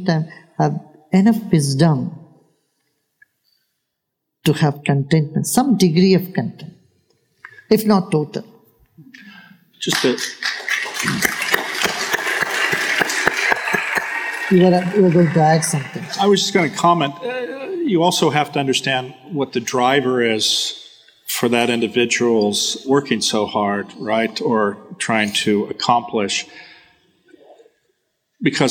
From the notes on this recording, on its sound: he takes questions from the audience